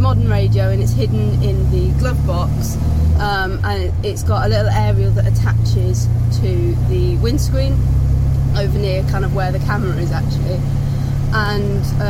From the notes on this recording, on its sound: all recorded from my 1968 Morris Minor, Peggy.